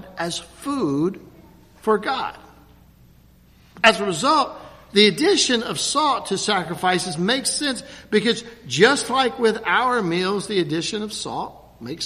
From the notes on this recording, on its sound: at Christ Covenant Presbyterian Church, Lexington, Ky.